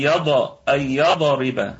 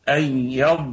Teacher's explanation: نراعي فيها صفة الاستطالة، وهي صفة يتدخل اللسان فيها بالكامل بأكمله حال الوقوف عليها · Shown in: second take · فلا تقلقل يعني لا يعني لا نقلقل للضاد، نقول شيء أي يضى أي يضرب، هذا خطأ، ولكن أي يض هذه هي صفة الاستطالة، أي يضرب.